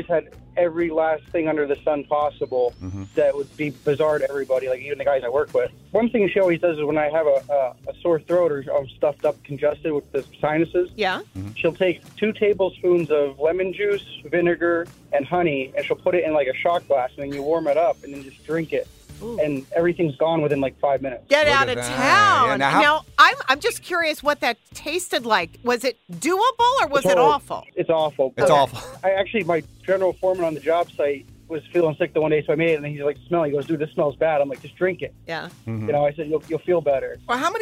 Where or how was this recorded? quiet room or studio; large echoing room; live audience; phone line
phone line